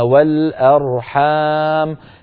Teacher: الميم مفتوحة لكن لما وقفنا عليها وقفنا بالسكون